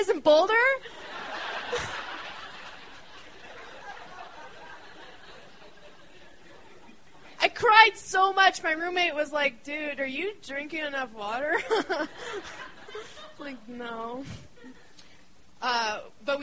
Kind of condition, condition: setting, live audience